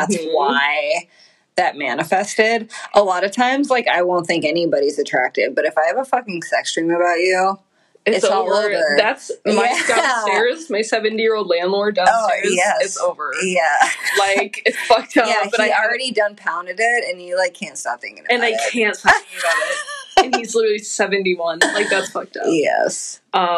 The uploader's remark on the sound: Listen to our terrible sound quality of our very first episode! If you can get past our kinks we’ve since worked out.